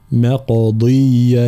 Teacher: ترقيق الميم وتفخيم القاف مع القلقلة، مقضية هكذا مع بيان كسر الضاد.